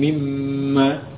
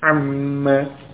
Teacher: Nun sukun pada min, masuk pada huruf mim, sehingga menjadi mim tasydid